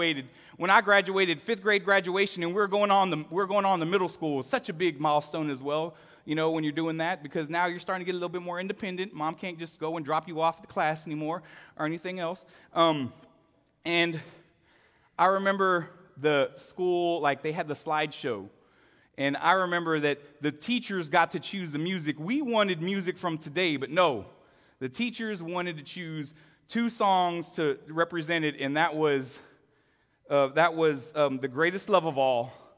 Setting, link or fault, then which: setting, live audience